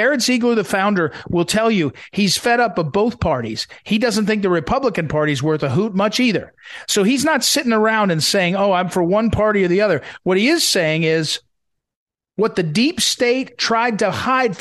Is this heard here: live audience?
no